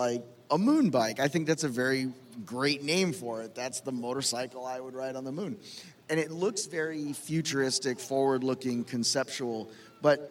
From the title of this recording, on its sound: LIVE from LONG BEACH